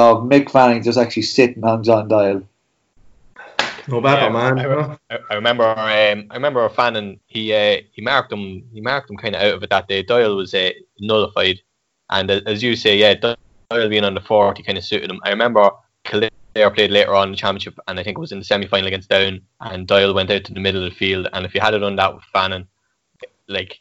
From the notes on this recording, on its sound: Louth and Proud has gone full quarantine with a nostalgia packed podcast on Zoom no less!